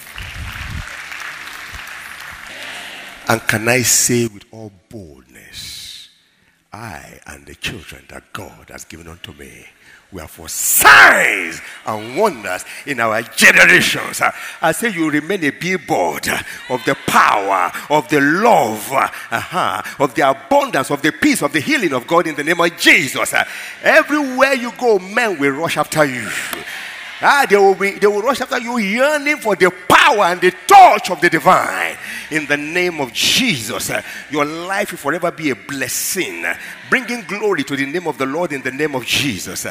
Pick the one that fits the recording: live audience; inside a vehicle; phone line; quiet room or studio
live audience